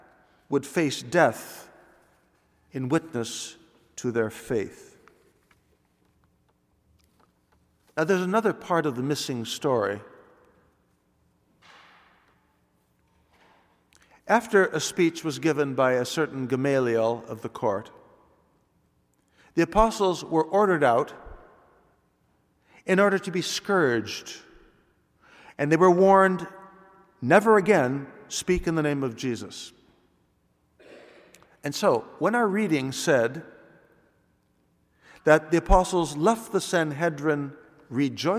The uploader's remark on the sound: Delivered this homily on Sunday, April 10th, 2016 at the Noon Mass. This is part of a backlog of audio files now being uploaded after a recording system upgrade.